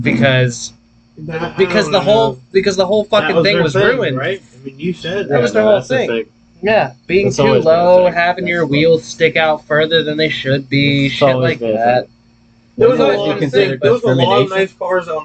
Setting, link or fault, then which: fault, poor sound quality